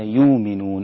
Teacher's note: نحن بنبدل هذه الهمزة واوا خالصة يؤمنون، أبدلنا الهمزة واوا خالصة فيصير النطق بها يؤمنون، أما إذا · Term: إبدال